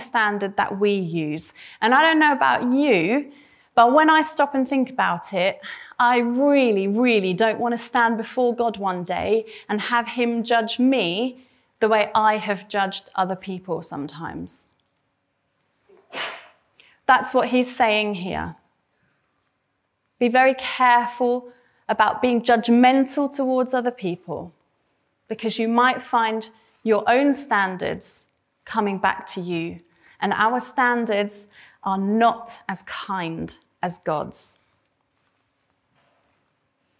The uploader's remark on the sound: This sermon was preached at Welcome Baptist Church